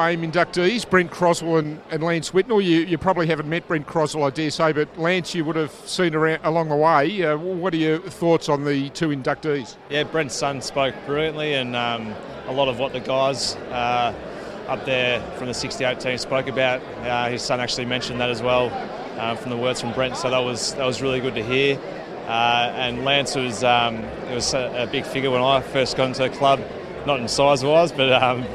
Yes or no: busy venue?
yes